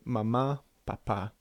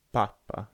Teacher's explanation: the stress in each case is on the second syllable · Shown in: first take